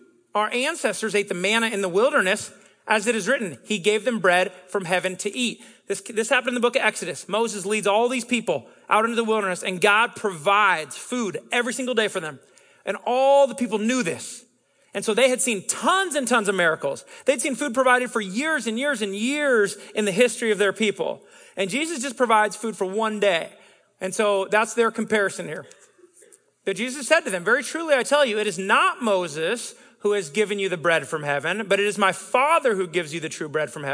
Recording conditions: live audience